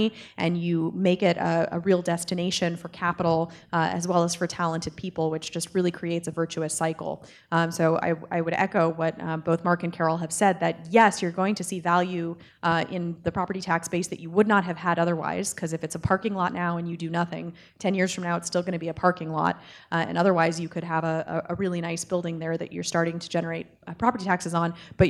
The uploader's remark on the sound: At the Anchorage Museum. About Addressing Alaskans features local lectures and forums recorded at public events taking place in Southcentral Alaska.